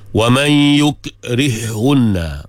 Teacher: Wa man yukrihunna, ada idgham di situ, ha idgham ke dalam ha. Wa man yukrihunna, baca dengan satu ha yang bersyaddah.